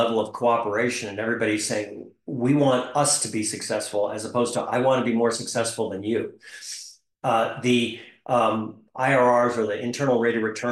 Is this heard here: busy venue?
no